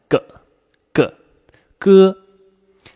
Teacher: 舌头后面舌根部分，抬起来堵住我们的口腔，和喉咙里那个小小的软腭挤在一块 · Term: 舌根音